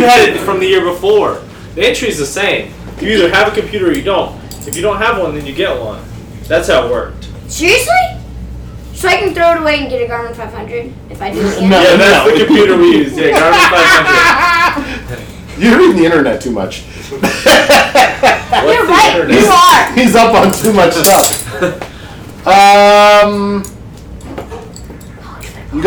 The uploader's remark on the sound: Live from Snyder Cycles. Record live for the last time from Snyder Cycles in Tucker.